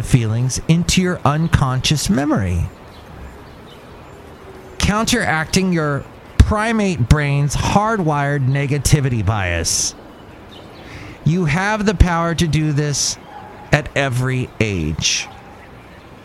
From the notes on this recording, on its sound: podcasts live from Cafe Anyway